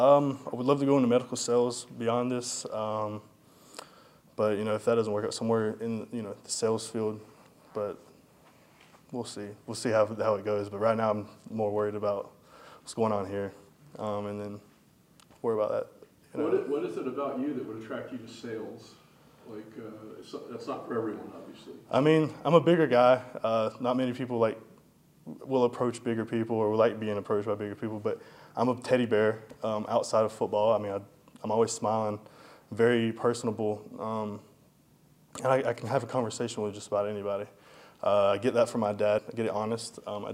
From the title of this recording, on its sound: full audio from Monday press conference